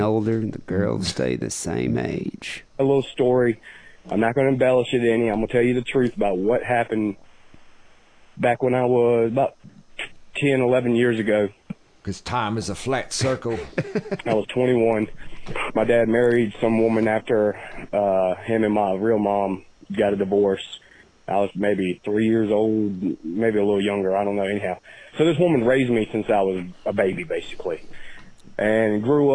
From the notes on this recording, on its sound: Phone calls.